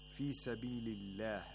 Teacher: the lam of Allah here is pronounced with tarqiq, not with tawlil, because it's preceded by lam with kasra.